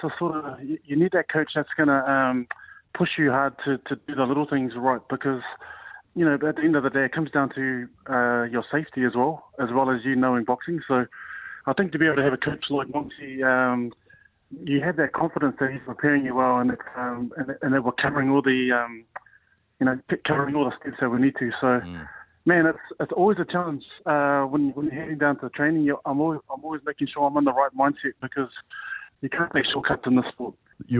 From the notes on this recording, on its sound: We were joined on the phone.